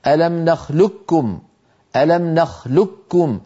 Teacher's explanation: فيدغمون القاف في الكاف فيكون النطق بكاف مشددة